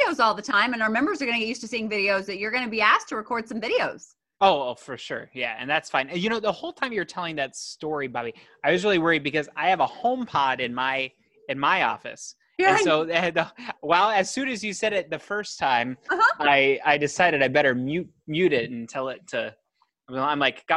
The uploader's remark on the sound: sit down on Zoom for a round table discussion